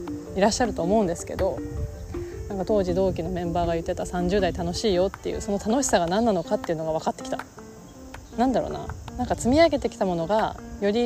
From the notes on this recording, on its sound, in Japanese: 川沿いを歩きながら。今日は、散歩をしながらの収録回。